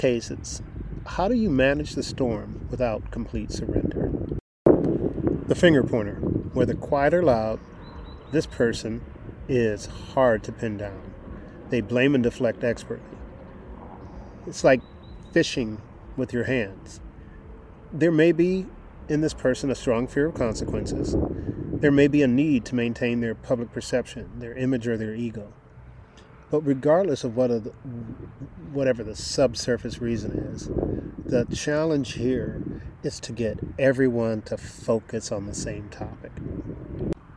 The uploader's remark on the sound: First pardon the wind noise. I recorded the podcast outdoors at a weekend retreat.